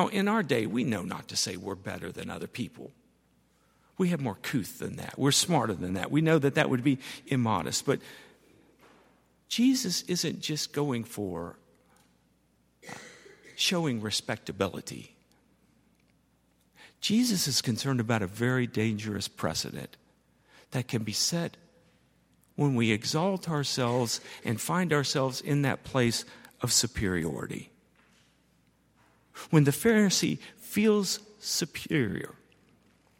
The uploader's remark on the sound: at Highland Baptist Church